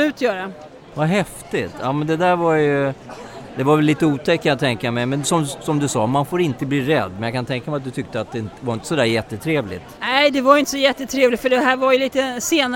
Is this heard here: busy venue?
yes